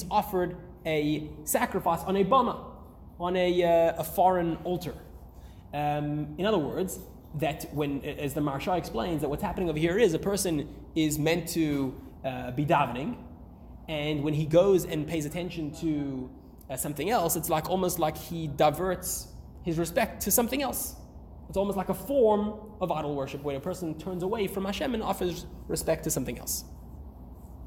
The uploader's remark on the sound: Recorded live at The Torah Center ATL on June 6, 2023